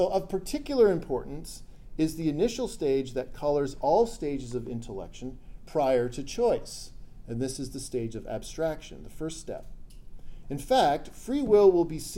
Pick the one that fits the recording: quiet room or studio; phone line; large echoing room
large echoing room